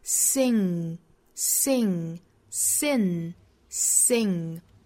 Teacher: 舌根跟软腭贴合在一起发 · Term: 后鼻音